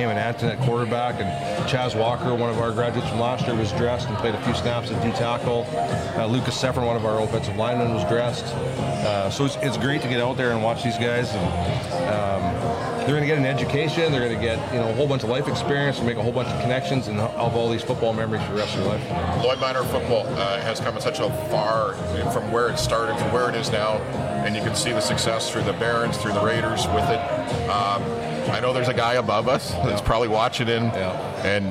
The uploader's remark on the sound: Live at the The Canadian Brewhouse. Live at the The Canadian Brewhouse.